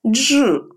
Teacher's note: сочетание «дж», например, как в слове «джем», но произносится как единый звук.